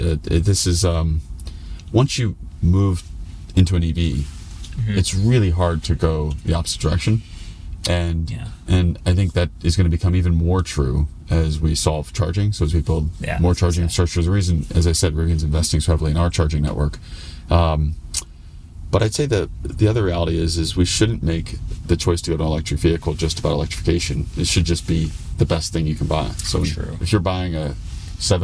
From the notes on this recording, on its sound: this entire episode was recorded inside of an Rivian R1S